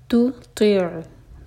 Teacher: تطع تو ہیوی اور عین پر جھٹکا نہ ہو